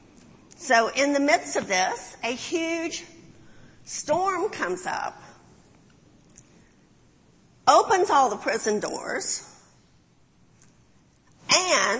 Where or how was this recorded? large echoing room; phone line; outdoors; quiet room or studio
large echoing room